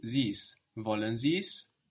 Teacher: And this you could also contract to wollen Sie's. So the Sie and the S can contract to Sie's.